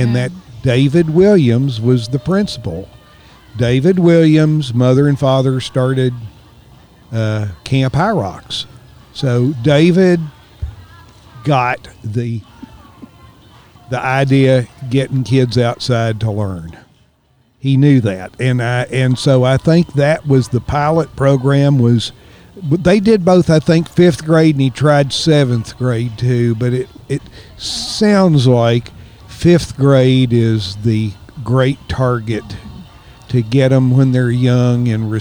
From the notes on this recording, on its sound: This episode was recorded at Oskar Blues Brewery in Brevard, North Carolina.